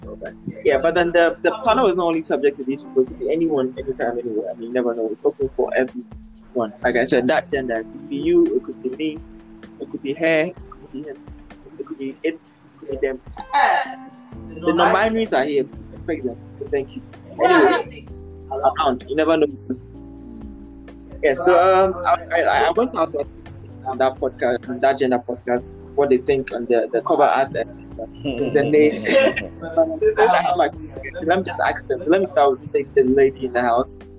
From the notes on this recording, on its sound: This was the test recording of how “That Gender” would be like. It has the raw unfiltered audio with a bit of feedbacks that make hearing a bit difficult.